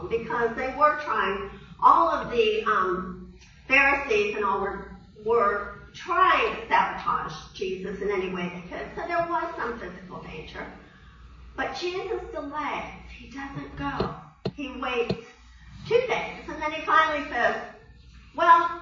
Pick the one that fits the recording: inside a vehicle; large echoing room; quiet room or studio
large echoing room